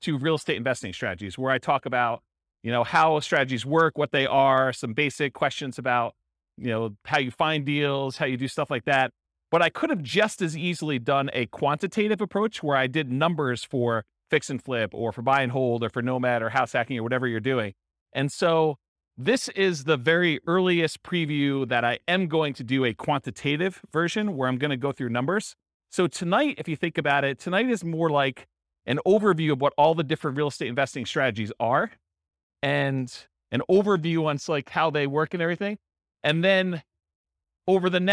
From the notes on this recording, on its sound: Real estate entrepreneurs in Philadelphia, Pennsylvania. This was a live class recorded to give investors a solid qualitative overview of all the different real estate investing strategies.